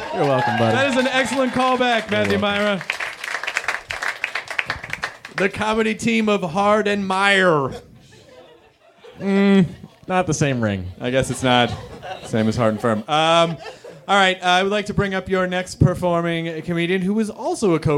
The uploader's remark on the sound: Recorded at Meltdown Comics in LA on December 15, 2010 in front of a live nerd audience.